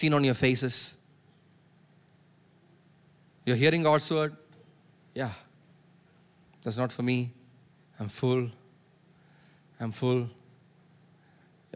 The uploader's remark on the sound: preached at Sunday Service on 17September 2023 at Revelation Church